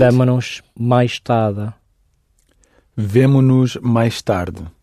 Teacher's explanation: And what happens to the S at the end of vemos? It drops, so it's vemo-nos.